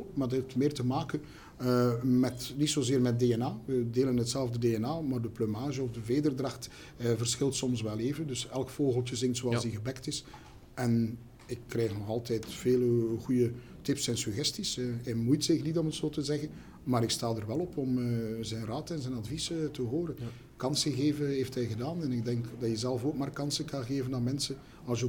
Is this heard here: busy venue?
yes